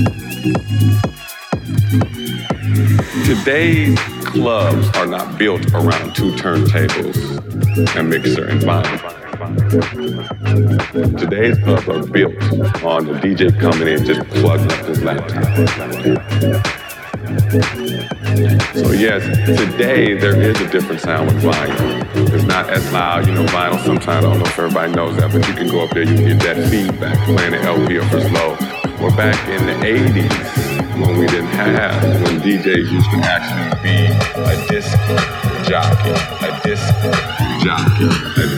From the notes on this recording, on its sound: Live record from "Sok 2019" party at Loft Bar Dom Beata.